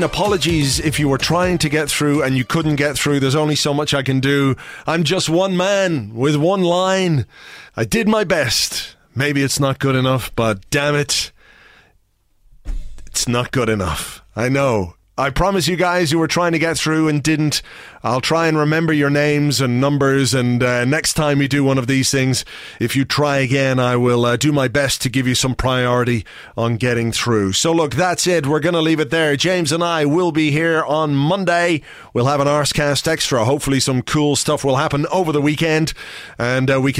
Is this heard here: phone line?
yes